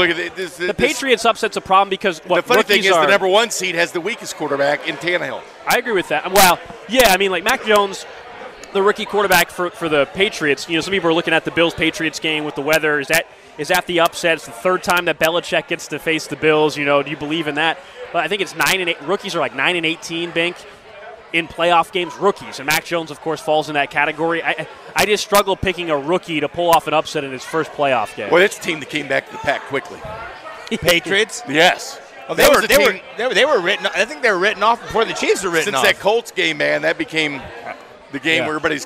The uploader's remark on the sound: live from Cinder Block Brewery